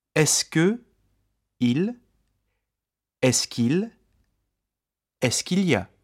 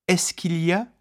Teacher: notice how Est-ce que, which ends in a vowel, and the first part of Il y a, il, which begins with a vowel, become joined together.